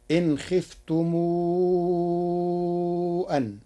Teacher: قرأ ورش كلمتي خفتم أن بصلة ميم الجمع مع المد فتصير إن خفتم أن.